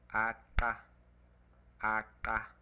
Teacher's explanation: a fourth type occurring in Hottentot, an alveolar click